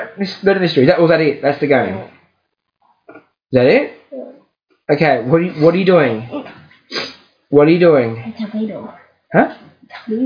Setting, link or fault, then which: fault, sounds in the background